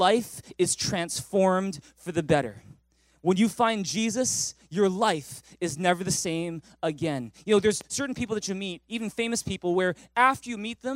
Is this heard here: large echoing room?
yes